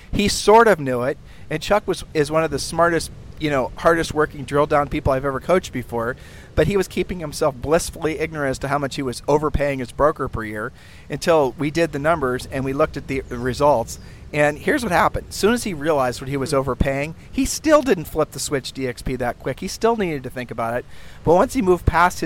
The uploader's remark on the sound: Sunday podcasts are recorded literally at the beach.